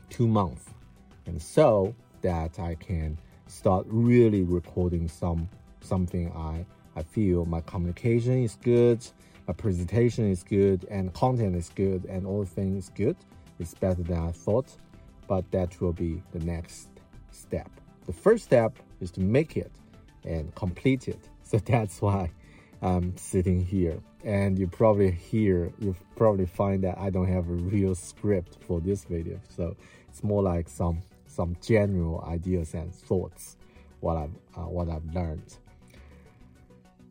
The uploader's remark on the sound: I recorded this video in my car on a rainy evening